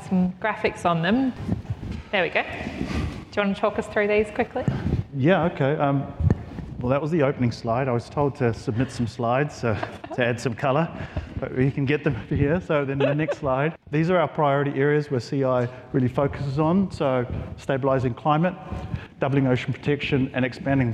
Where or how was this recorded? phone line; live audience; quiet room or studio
live audience